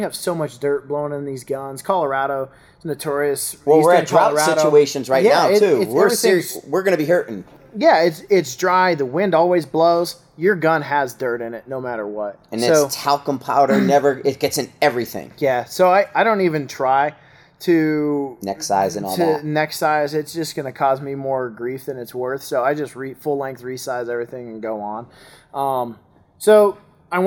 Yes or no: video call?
no